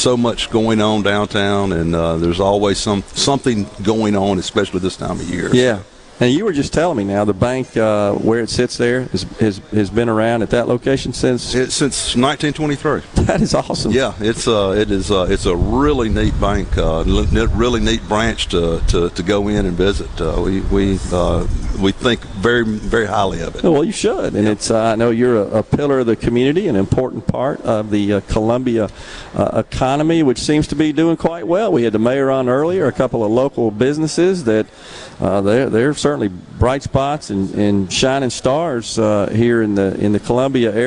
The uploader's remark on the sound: MidDays is LIVE from Columbia. On the SuperTalk stage.